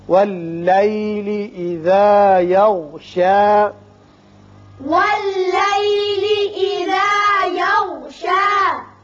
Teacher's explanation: غين کو ذرا پر کر کے پڑھیں گے. وقت کی صورت میں یہ شا ہی رہے گا، وصل کی صورت میں بھی شا رہے گا ایک الف کے برابر.